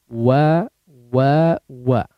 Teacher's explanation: diucapkan dengan cara dhammu syafatain ya, mengumpulkan atau membulatkan kedua bibir tanpa disentuhkan antara keduanya ya, terlibat memang ya, tapi tidak harus disentuhkan antara keduanya. · Term: huruf waw